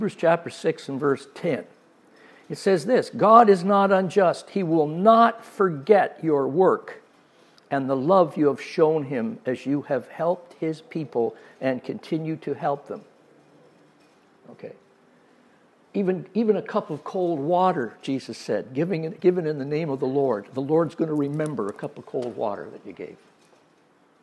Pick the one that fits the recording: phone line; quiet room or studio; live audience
live audience